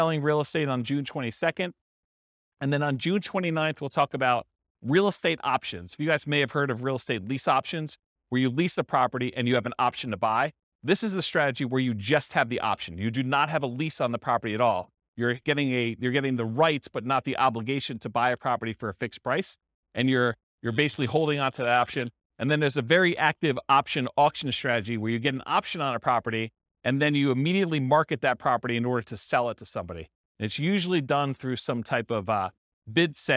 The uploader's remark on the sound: This was a live class recorded